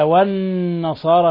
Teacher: قوله تعالى: والنصارى، هنا اللام شمسية والنون حرف غن مشدد، والنصارى تغن مقدار حركتين، النون مشددة تغن مقدار حركتين